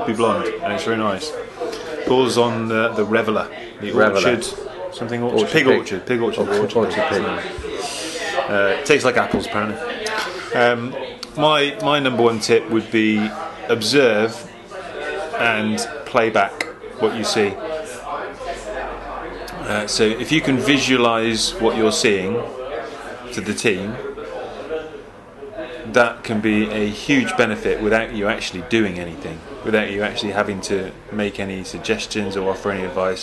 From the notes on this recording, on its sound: recorded a live pubcast on YouTube and here is the audio including several questions from our YouTube followers!